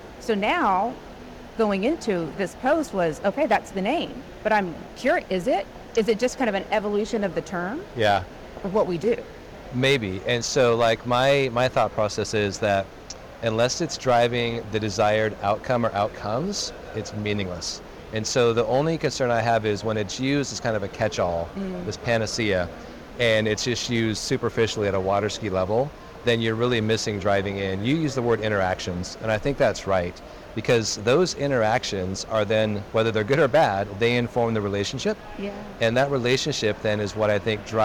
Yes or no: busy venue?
yes